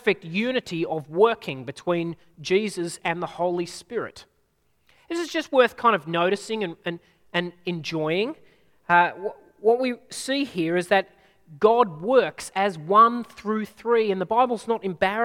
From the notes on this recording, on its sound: At a Church in the Graveyard service